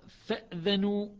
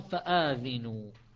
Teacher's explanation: فأذنوا همزة ساكنة، وفآذنوا مثل آمنوا همزة زائد ألف، فهنا مد بدل بالنسبة لقراءة شعبة، مد بدل عندنا فآذنوا مد بدل، وأما حفص فأذنوا عادية همزة ساكنة.